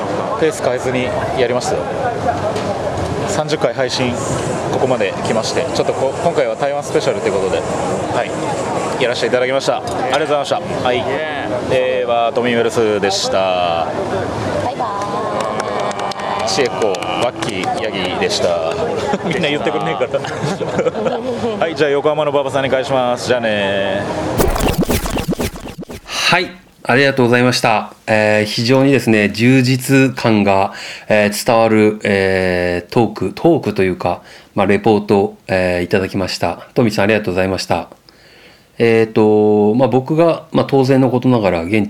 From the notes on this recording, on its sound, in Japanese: 台湾へライブツアー中なので。現地の夜市から。中継収録でお送り致します。台湾夜市の空気。